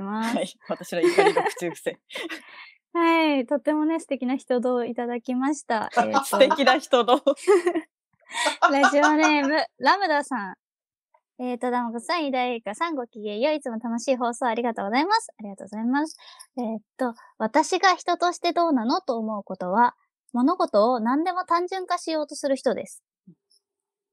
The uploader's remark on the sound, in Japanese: 今回は緊急事態宣言の発出に基づき、リモート環境にて収録をしております。ふだんの配信よりも聞きづらい箇所などがあるかもしれません。